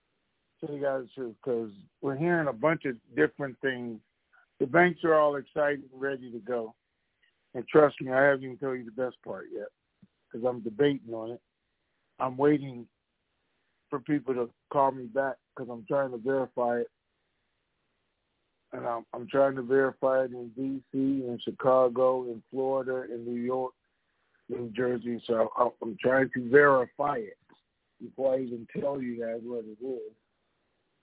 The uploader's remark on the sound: Conference Call